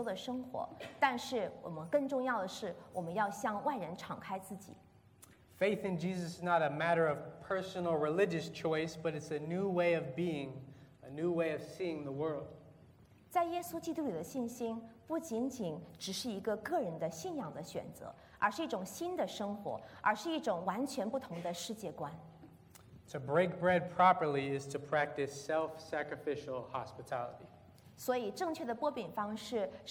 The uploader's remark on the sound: This is a sermon from September 1st, 2019 at Lexington Chinese Christian Church.